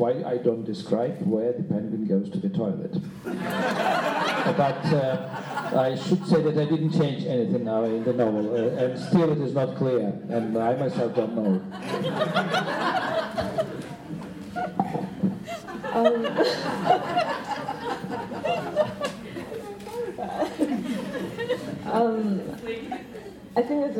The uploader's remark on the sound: Q&A at the Millennium Library. Post-reading discussion.